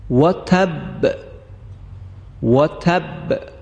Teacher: این کلمه مشدد هست، یعنی روی با هم وقف کردیم و هم این که مشدد هست، لذا باید قلقلش بیشتر باشه · Term: قلقله